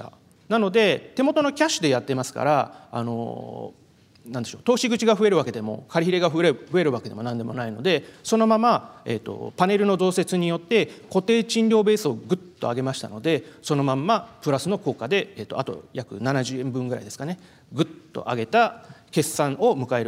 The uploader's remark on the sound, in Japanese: 東京証券取引所で開催した「J-REITファン2018」に登壇した。